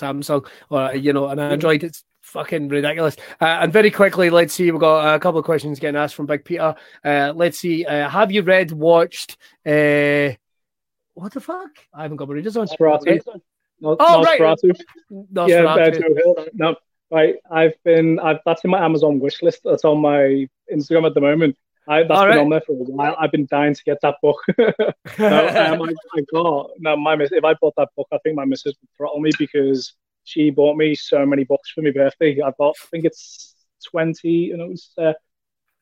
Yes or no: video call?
yes